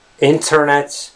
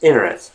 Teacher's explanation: the letter T, basically a T sound, tends to all but disappear · Shown in: second take · So it's not the internet, it's internet.